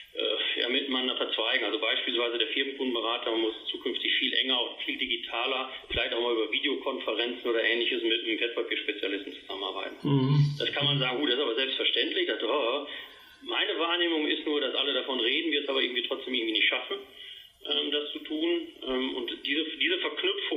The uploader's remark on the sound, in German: im Telefoninterview